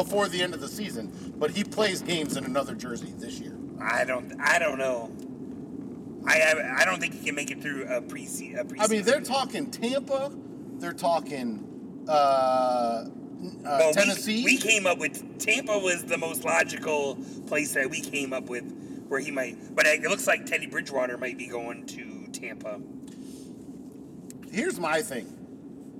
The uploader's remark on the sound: record on their way to the Atlanta United Home Opener